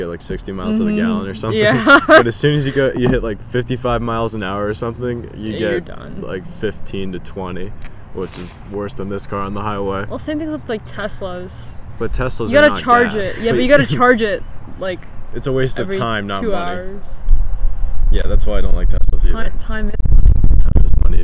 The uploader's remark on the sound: Yes it was windy, there are some funny sounds. There was a technical error.